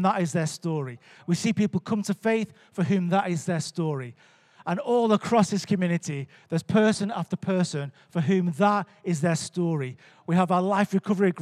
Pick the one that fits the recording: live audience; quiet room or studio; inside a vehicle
live audience